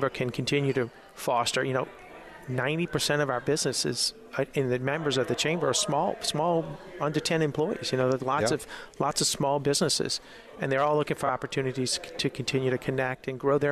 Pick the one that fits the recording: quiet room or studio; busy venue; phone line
busy venue